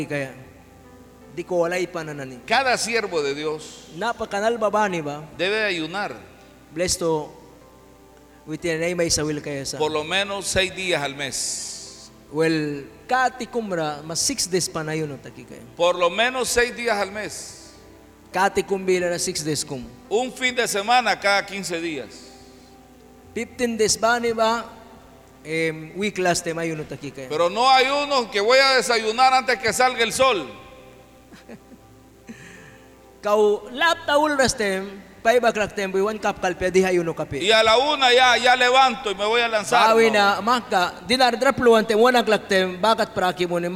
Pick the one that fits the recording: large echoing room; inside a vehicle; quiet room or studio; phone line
large echoing room